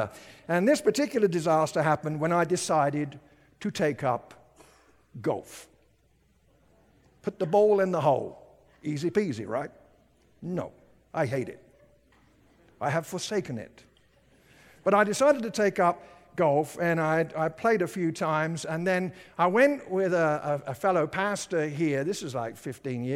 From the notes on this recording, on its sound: At Timberline Church - Audio. Live.